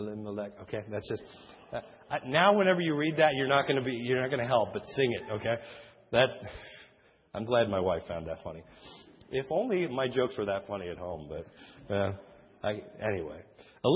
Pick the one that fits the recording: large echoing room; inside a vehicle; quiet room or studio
large echoing room